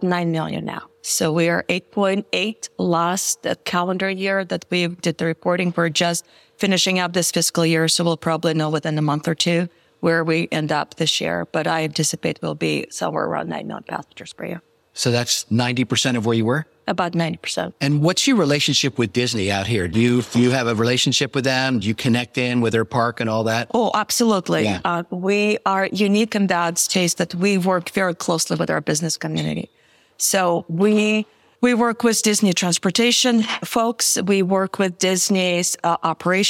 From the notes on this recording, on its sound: Recorded live at APTA Tech.